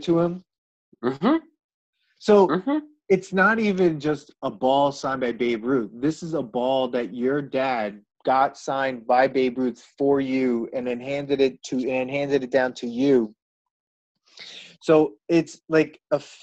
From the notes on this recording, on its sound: We recorded this on June 28th, 2020 on Zoom so there are small sound discrepancies and tech issues